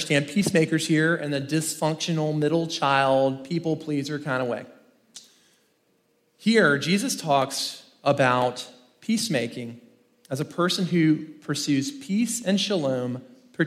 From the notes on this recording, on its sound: In this first main talk from the Rooted 2023 conference in Franklin, Tennessee